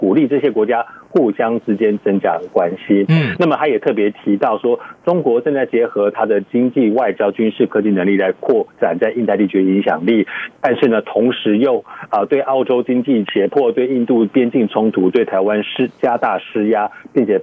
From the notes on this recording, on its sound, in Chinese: 連線美國之音白宮記者。傳遞來自華府的第一手報導。